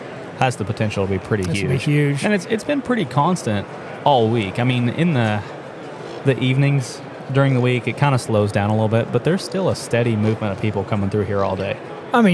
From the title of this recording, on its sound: Live From The Great American Outdoor Show